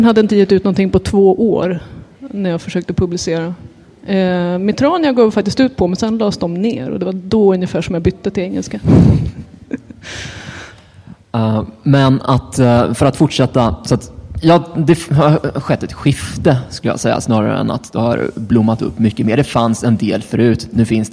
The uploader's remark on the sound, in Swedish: Denna panel spelades in på Swecon 2014 – Steampunkfestivalen i Gävle.